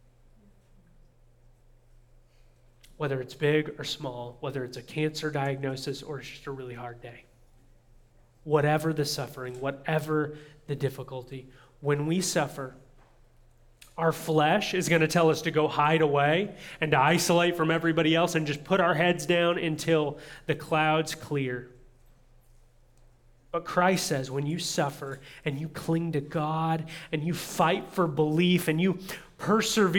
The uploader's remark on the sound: audio from New City Church in Champaign-Urbana, IL